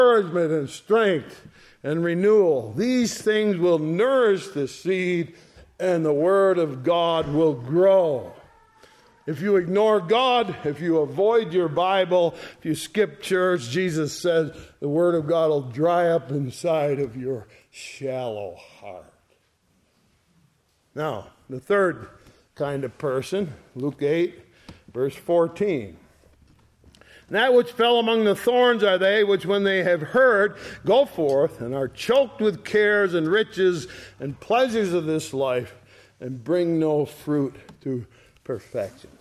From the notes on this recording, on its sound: Sunday Morning Service recorded on 05/07/2023. ESCBC Sunday Morning Service.